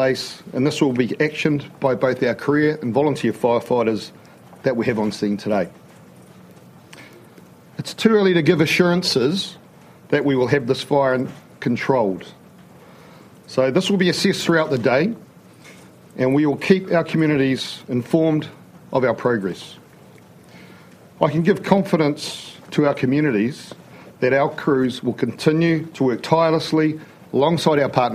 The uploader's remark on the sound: Fire and Emergency media conference on Port Hills fire.